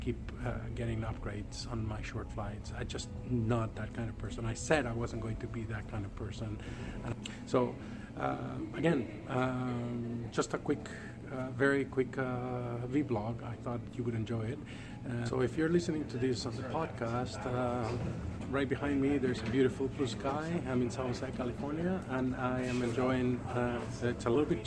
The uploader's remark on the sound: A quick recording made at the airport